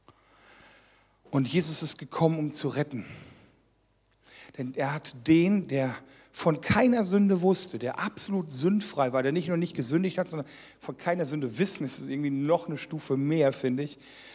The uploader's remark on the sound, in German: Teil einer Reihe, die während einer Jugendmitarbeiterschulung aufgezeichnet wurde.